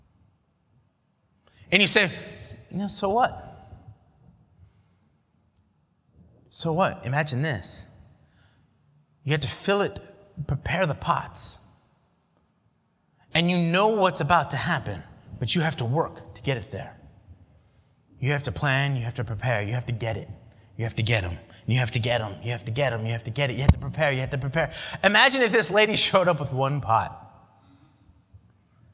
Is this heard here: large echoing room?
yes